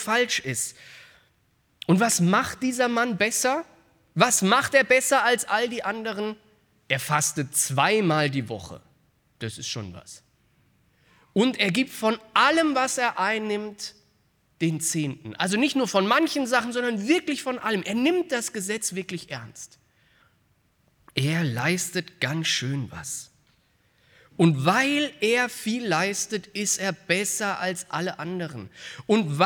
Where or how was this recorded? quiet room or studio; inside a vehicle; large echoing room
large echoing room